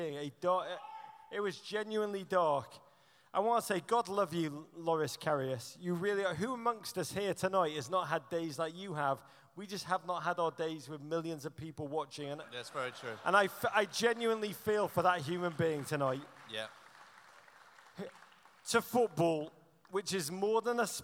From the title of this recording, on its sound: Live in Los Angeles